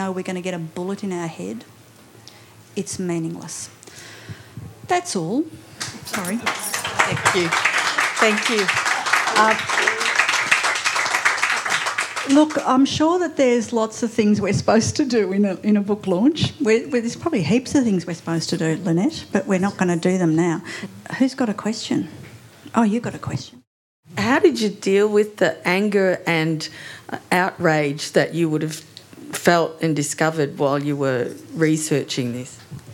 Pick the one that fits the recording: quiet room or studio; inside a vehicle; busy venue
busy venue